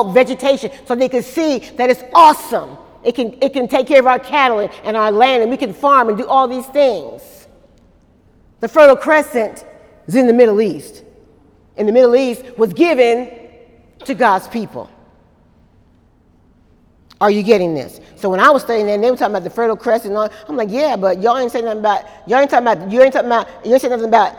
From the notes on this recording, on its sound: During Wednesday night service.